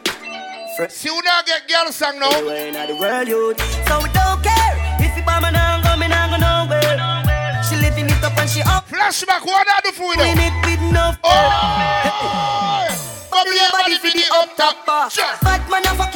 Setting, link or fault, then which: setting, busy venue